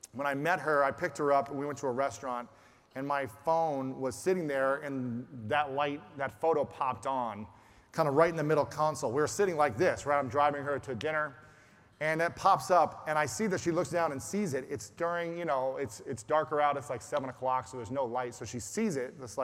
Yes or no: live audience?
yes